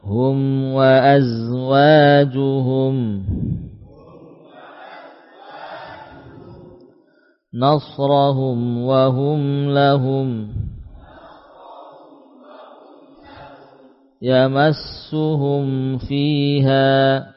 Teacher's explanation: Mim dibaca idhar ketika bertemu waw dan fa.